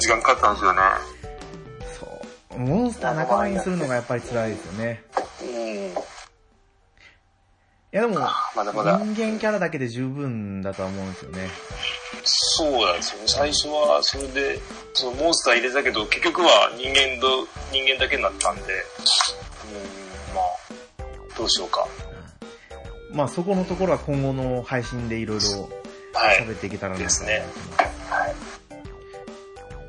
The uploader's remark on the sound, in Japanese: 今回は、収録環境が悪く、話中の前後編で音質がだいぶ変わっております。